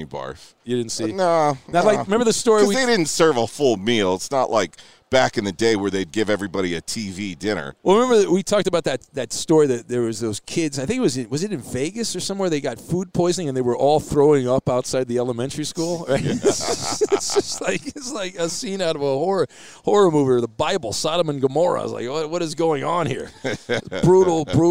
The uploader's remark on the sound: Are live from the Super Bowl! Join the show from Radio Row!